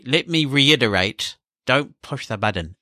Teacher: She also has this extraordinary habit of making words with a T in them sound like a D